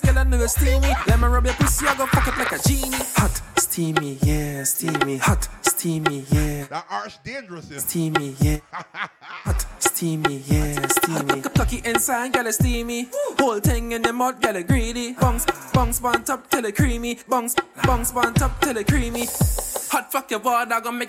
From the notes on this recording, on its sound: LIVE AUDIO FROM MAI TIDE BARBADOS SATURDAY NOVEMBER 18TH, 2023